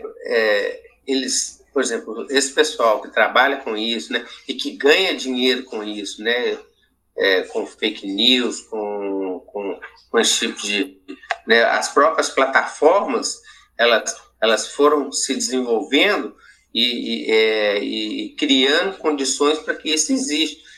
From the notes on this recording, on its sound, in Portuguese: Esse podcast foi gravado através da plataforma "google meet", por isso existe algumas falhas, mas foi o método encontrado em tempos de pandemia. Esse podcast é gravado por alunos da rede pública de educação.